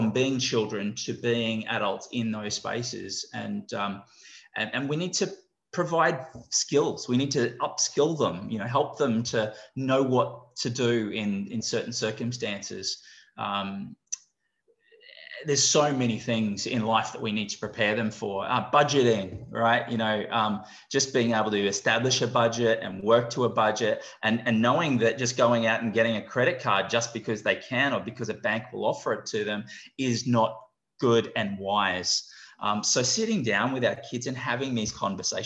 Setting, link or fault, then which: link, video call